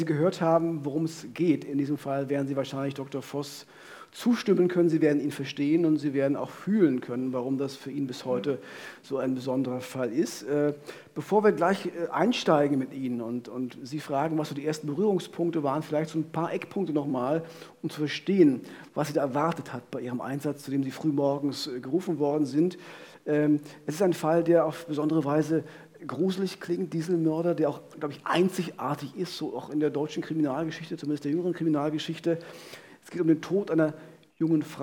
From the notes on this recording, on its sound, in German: Der zweite Teil der Live-Premiere von "Im Visier on Tour" in Frankfurt (Oder).